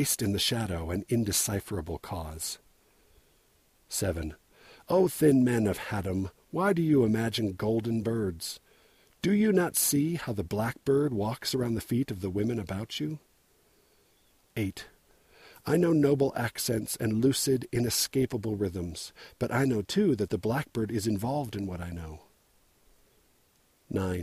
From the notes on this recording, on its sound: Recorded while I was unwilling to hike any further up the snowcovered and avalanche-prone Mount Timpanogos.